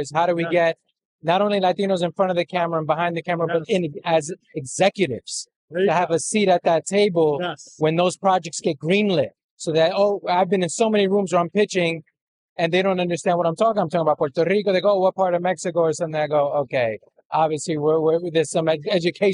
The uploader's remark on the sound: interviews from on location at the National Hispanic Foundation of the Arts annual event, Noche Musical